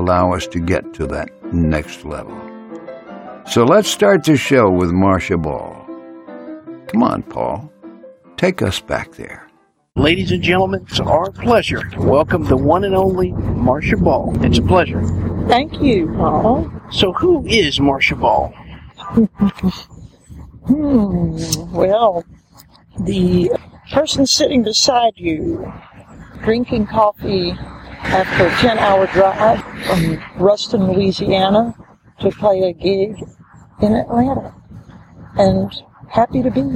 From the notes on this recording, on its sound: So, we have a short interview from the archives. Was taped out doors. It was recorded at this funky coffee shop in the very funky Little Five Points neighborhood of Atlanta.